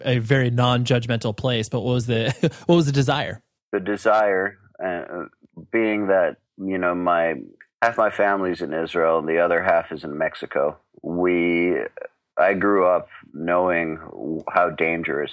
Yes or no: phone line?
yes